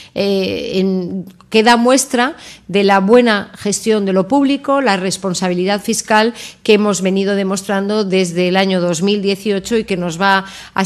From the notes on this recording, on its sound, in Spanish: Os dejamos el audio de la rueda de prensa posterior al consejo de ministros.